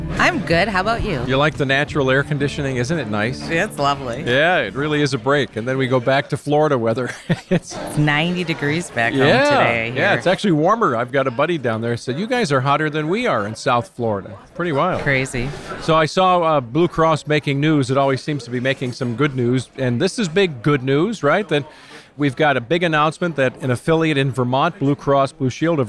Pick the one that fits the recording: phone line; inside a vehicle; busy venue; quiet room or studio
busy venue